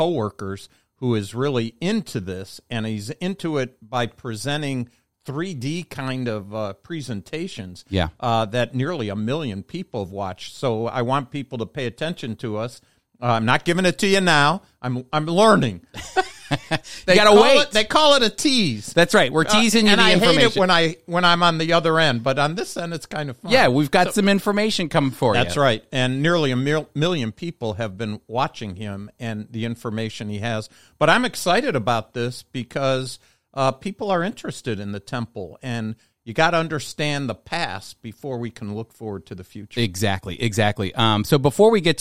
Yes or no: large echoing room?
no